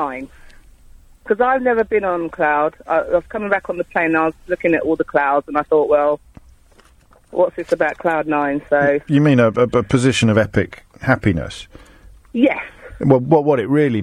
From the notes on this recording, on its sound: phone-in show